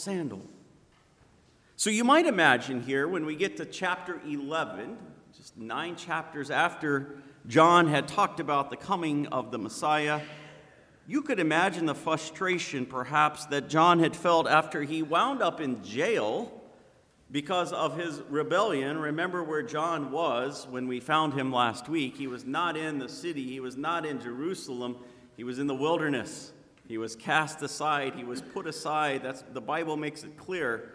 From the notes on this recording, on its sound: Sermon preached on Sunday, December 15th at Zion Lutheran Church in Muscatine, Iowa. Sermon preached on Sunday, December 15th at Zion Lutheran Church in Muscatine, Iowa.